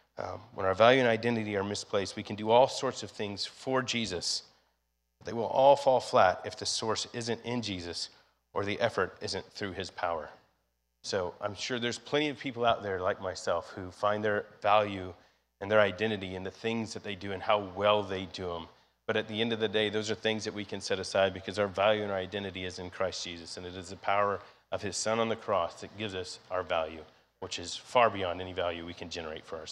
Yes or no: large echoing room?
yes